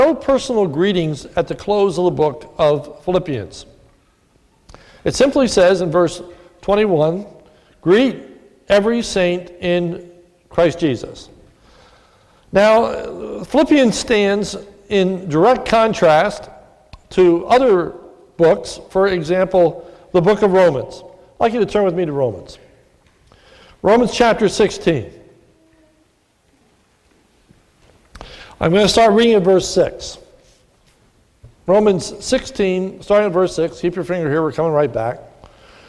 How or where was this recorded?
large echoing room